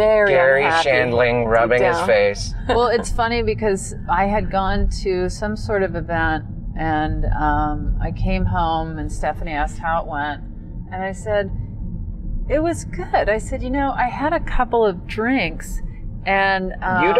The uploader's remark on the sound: In the Car.